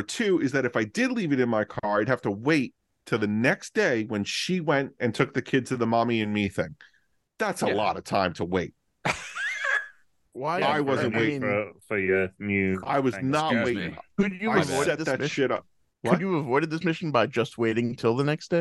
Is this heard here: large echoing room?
no